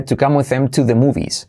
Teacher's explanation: salto la H de him y como E